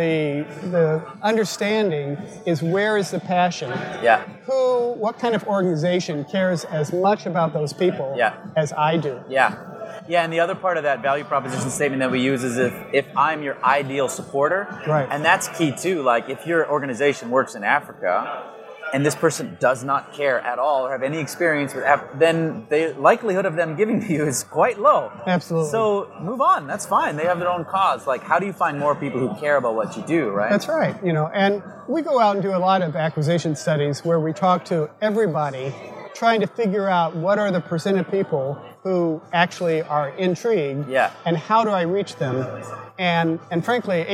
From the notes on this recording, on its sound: LIVE from NIO Summit. Recorded live at the 2018 Nonprofit Innovation and Optimization Summit.